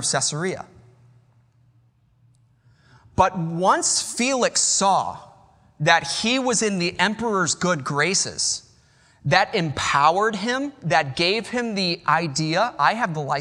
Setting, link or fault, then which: setting, large echoing room